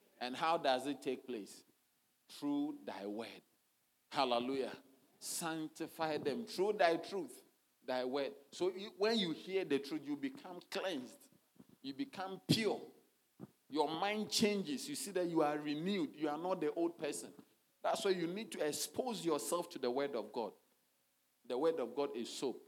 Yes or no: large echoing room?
yes